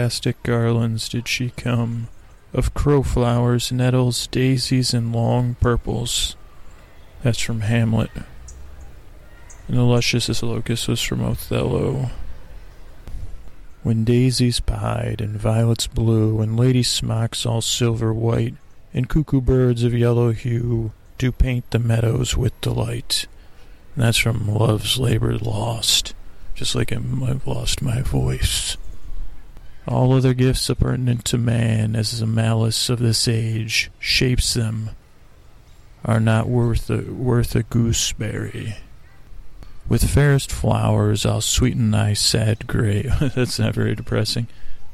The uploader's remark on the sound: On Location at Golden Gate Park. We crawl across the park meandering from one place to another live on dullcation. The show starts with an echo and ends will a birdcall.